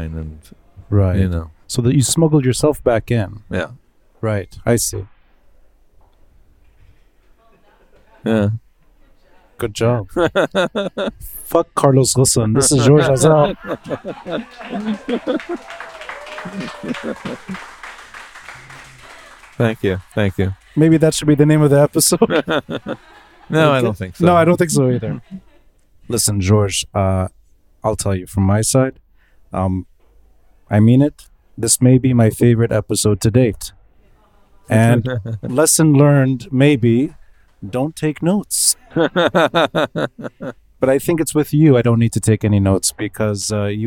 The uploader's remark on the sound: Recorded live at Aaliya’s Books.